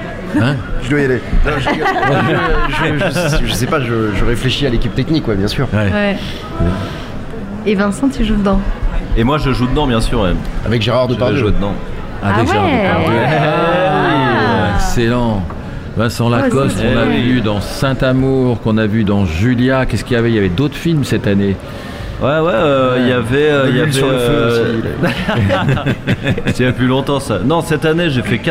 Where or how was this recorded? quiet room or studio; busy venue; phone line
busy venue